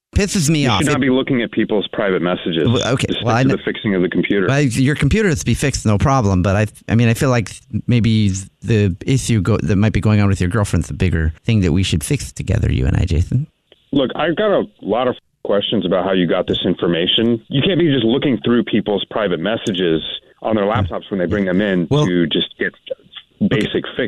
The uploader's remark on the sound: Phone Prank